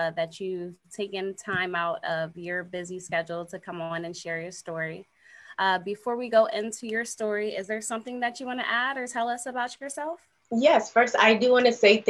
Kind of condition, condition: link, video call